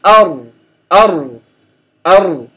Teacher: الراء يجري الصوت بعض الشيء معها